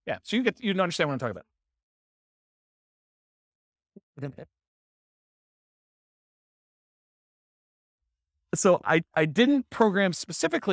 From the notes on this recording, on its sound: This was a live class recorded